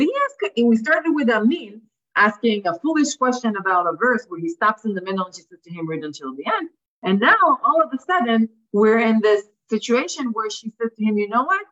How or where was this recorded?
video call